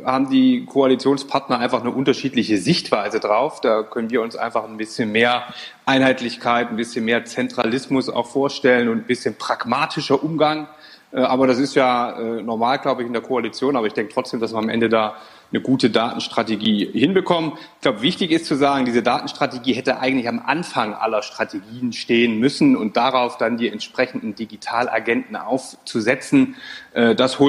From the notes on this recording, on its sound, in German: Die Audio-Aufnahme ist ein Mitschnitt des Polit-Panels des Data-Summit 2020